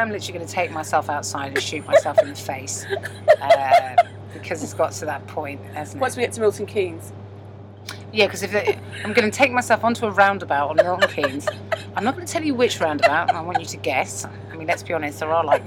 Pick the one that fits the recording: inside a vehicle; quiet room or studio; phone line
inside a vehicle